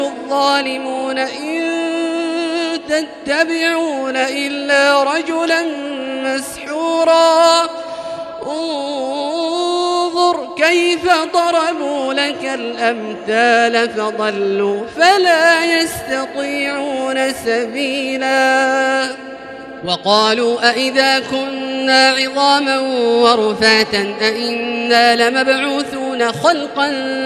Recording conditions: large echoing room